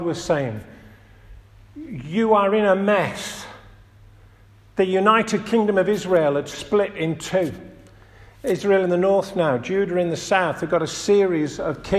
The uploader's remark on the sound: This audio recording was taken at the 10:30 Communion service at St Oswald's Church, Askrigg, North Yorkshire.